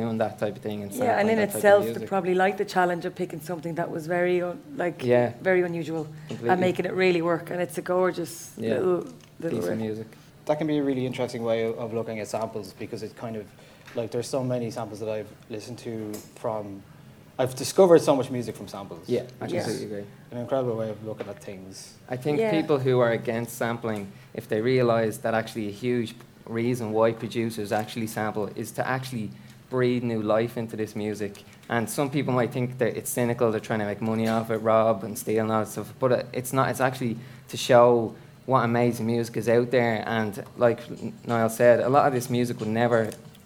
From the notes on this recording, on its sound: For our first ever live show at Science Gallery Dublin's The Art of the Sample night event. Thanks to the staff of the Science Gallery. On sound and our first live audience.